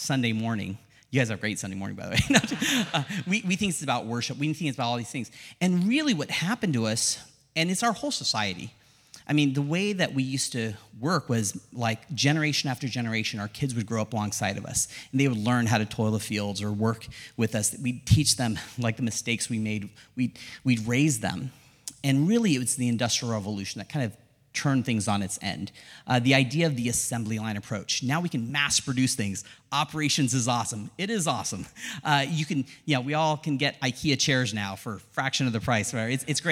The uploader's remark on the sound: This episode is a recording of our first-ever HYPE SESSION - SILICON VALLEY. This episode is a recording of our first-ever HYPE SESSION - SILICON VALLEY.